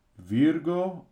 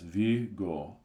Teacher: there's a rolled R in the middle right before a consonant · Shown in: first take · And if you can't roll the R, I would just recommend putting an H there, so pronounce it as Vigo.